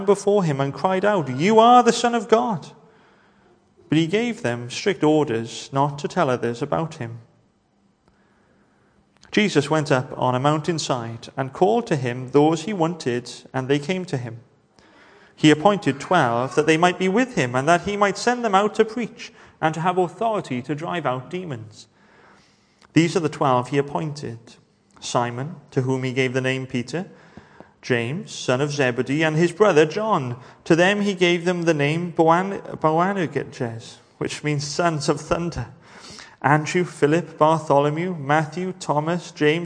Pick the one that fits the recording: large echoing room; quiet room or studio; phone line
large echoing room